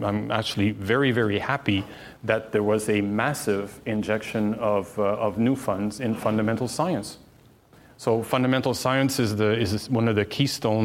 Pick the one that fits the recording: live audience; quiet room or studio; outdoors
live audience